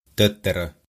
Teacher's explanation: Das hört sich für uns ein bisschen so an, als wäre im Wort eine kurze Pause. · Term: langen Konsonanten